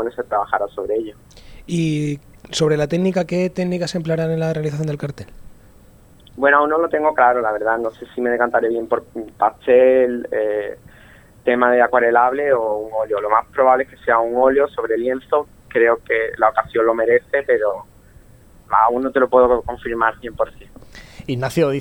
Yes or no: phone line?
yes